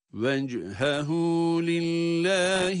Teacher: Evet, burada وجهه derken cim harfi cezimli, dolayısıyla kalkale sesiyle okunmalı.